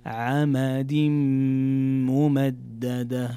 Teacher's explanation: في عمد ممددة عندنا تنوين جاء بعده حرف الميم، وهنا يكون الحكم إدغام بغنة